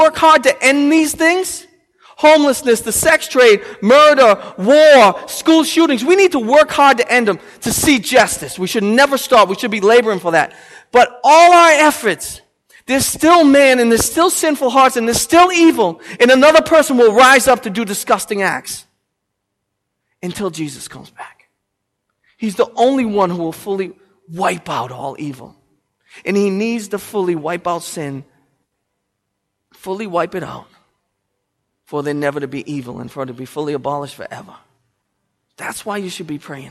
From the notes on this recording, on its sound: The sermon was preached on December 15th, 2013 at Restoration Road Church in Wakefield, Massachusetts.